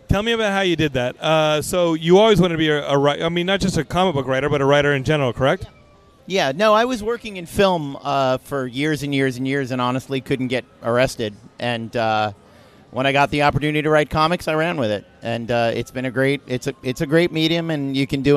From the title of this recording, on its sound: Geekscape at San Diego Comic Con 2023 Day 1!